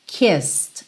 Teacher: O E não é pronunciado. Então, do S, você vai pro D.